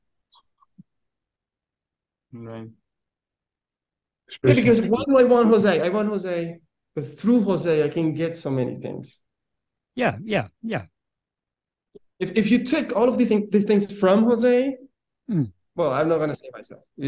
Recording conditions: video call